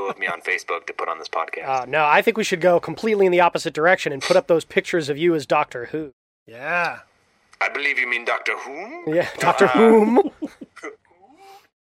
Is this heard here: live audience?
no